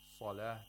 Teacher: the sod of salah has the less tafkhim, the second highest level. It's less than the sod with an aliful mad.